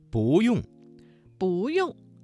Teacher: 这个词当中的不字在4声之前变成了2声